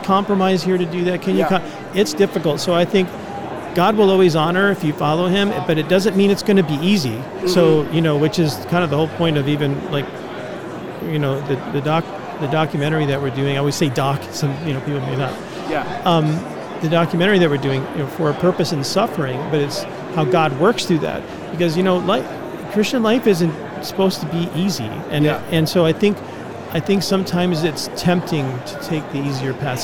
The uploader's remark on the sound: LIVE from NRB 2022!